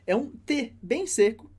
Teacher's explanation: É um T bem seco, que a gente normalmente não faz em português, mas a gente não tem problema em reproduzi-lo.